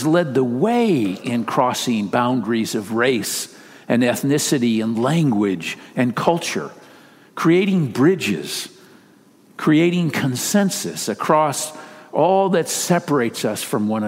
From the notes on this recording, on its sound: Message delivered during the Traditional Worship Service. San Marino Community Church.